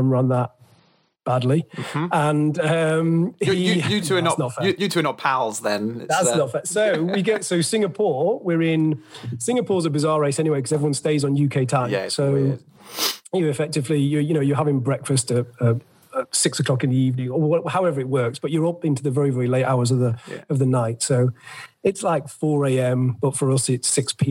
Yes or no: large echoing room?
no